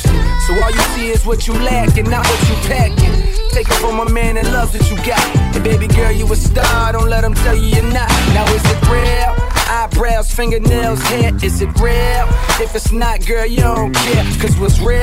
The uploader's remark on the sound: Live at Mhlambis